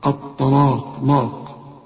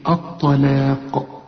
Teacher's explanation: هنا في ناس كتير قوي تيجي تقول لك الطلاق، دي أول غلطة، الطلاق لاق، لا، هنا الطاء هنا مفخمة واللام والمد بتاعها مرقق والقاف مفخمة · Shown in: second take